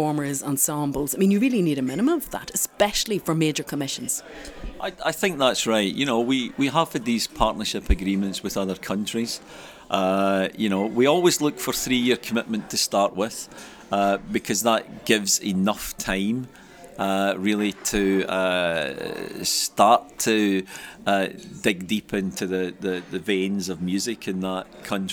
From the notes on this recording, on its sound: Recorded at this year’s Huddersfield Contemporary Music Festival